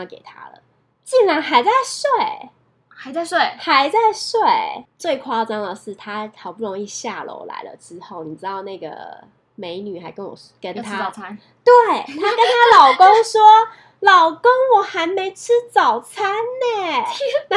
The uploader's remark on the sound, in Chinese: 這集因為忘記關空調有一點點小雜音！請見諒